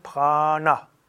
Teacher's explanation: Prana, das ist ein langes A und da ist ein N, das ist zerebralisiert, schon deshalb, weil davor ein R ist und im Sanskrit ist R immer das Zungen-R, da ist die Zunge schon mal oben, dann lässt man sie gleich oben und dann sagt dann Prana.